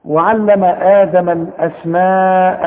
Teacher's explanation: الأسماء لازم تمدها أربع حركات